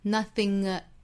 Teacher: 尾部是后鼻音，在和后面的元音连读的时候要带出这个小的 ng 的发音